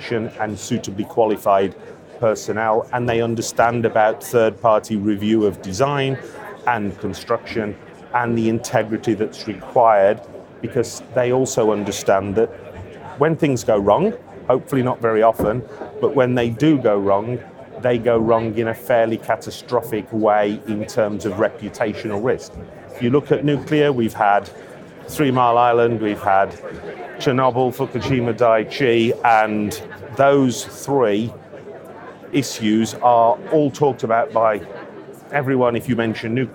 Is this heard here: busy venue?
yes